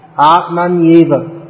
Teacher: Yeah, they're often written, if you see in the Bhagavad Gita or wherever we'll see that it's written as two words, but actually it actually becomes one word, and it's pronounced as one word, Atmanyeva. So it's actually pronounced more like Atman and then Yeva.